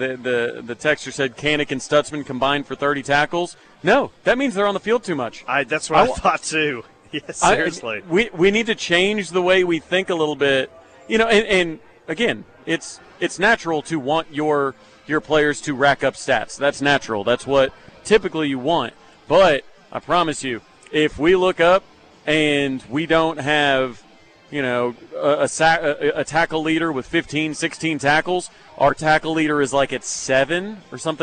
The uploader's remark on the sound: Goes live from the HBC Bob Stoops Charity Golf Tournament at Jimmie Austin.